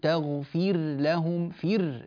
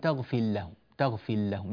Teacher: نبين الراء ونوضحها، وبعض الناس لا يبين ذلك ويدغم الراء في اللام وهذا لا يصح عند الإمام ورش رحمه الله. · Term: إظهار الراء